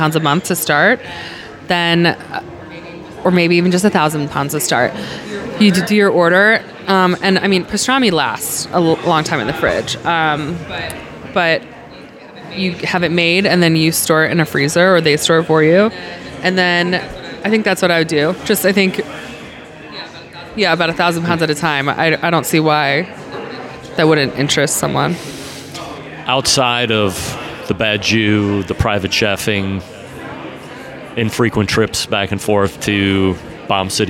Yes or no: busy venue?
yes